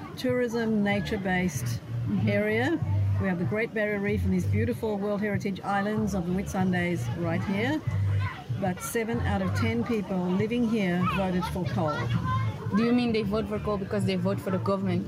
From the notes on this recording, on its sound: Voices from Gosford, Airlie Beach, and Melbourne. Were out at climate strikes outside of the main centres, and recorded great talks with strikers of all kinds. We also have a panel from a special screening of 2040.